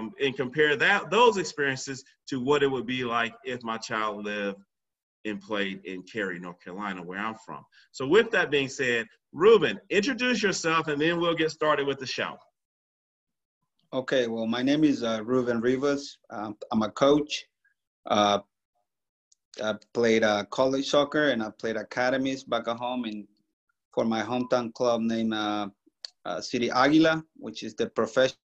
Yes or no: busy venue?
no